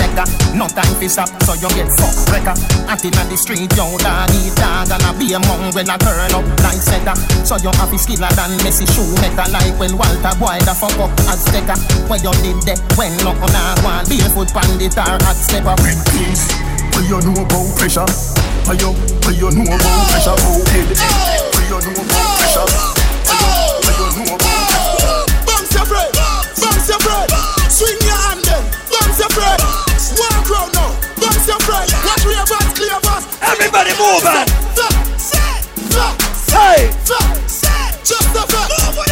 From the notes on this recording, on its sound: LIVE AT ISLAND SATURDAYS.